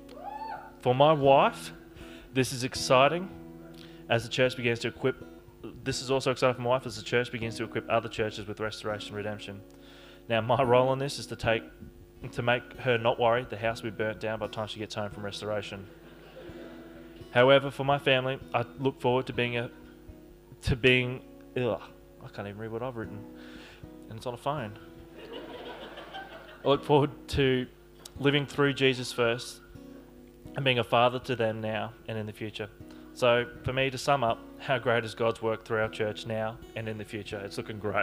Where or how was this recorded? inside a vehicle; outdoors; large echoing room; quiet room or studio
large echoing room